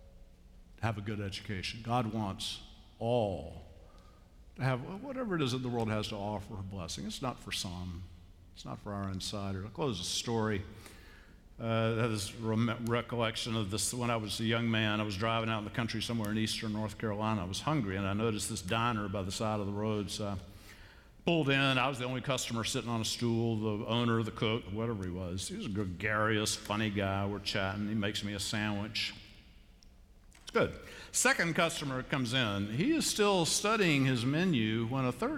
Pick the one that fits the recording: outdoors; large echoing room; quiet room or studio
large echoing room